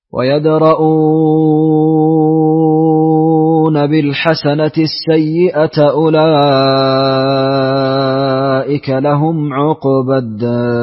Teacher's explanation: نعم وبالإشباع في مد البدل